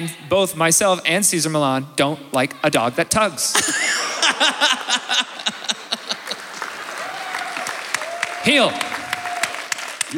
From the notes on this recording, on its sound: joins us live in Winnipeg!